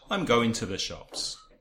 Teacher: So you have to and the, two schwas.